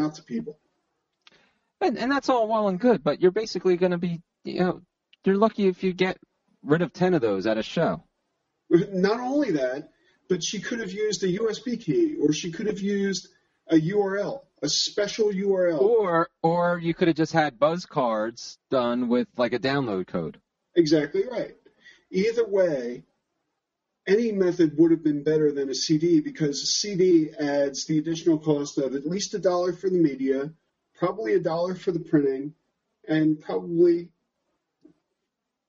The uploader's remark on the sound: Features lightly edited audio from a live Google+ Hangout On Air conducted September 15, 2014.